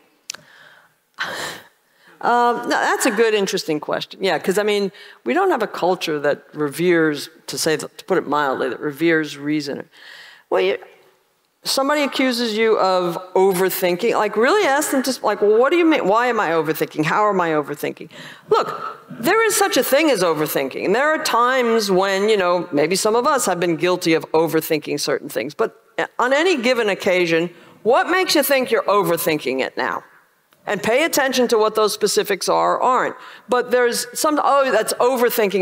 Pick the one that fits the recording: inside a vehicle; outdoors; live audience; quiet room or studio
live audience